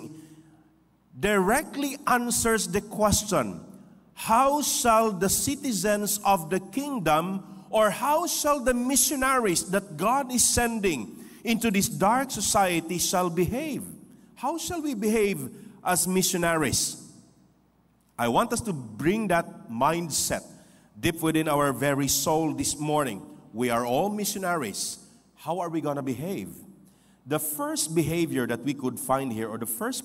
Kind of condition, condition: setting, large echoing room